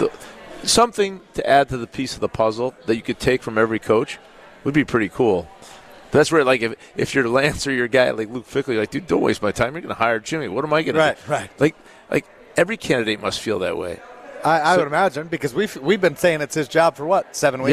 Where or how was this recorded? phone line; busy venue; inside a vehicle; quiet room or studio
busy venue